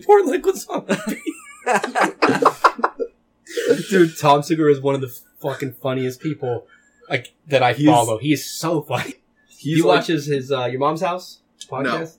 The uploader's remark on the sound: we had issues with the audio in today's episode